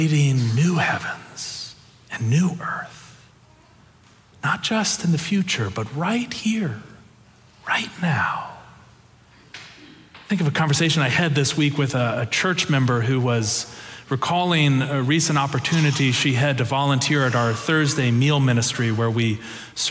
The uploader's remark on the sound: Preached on November 13, 2022 for our Sanctuary worship service